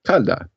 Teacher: It was losing that unstressed I sound, and it was becoming the modern Italian for hot, which is calda.